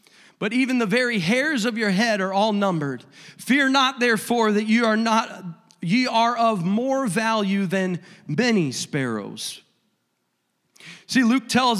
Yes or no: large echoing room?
yes